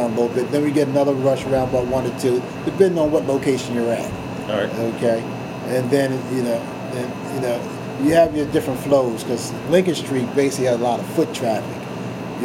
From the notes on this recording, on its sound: There was a bit of a humming sound in the background that could not be edited out.